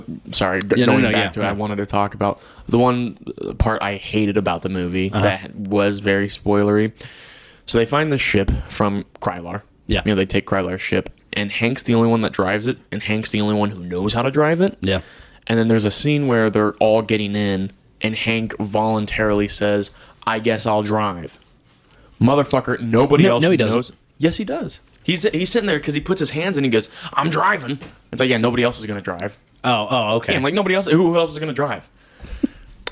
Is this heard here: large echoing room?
no